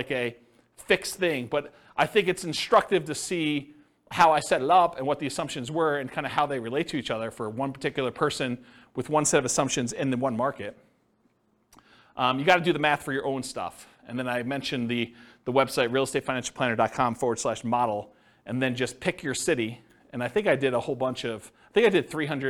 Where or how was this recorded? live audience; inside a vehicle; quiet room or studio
live audience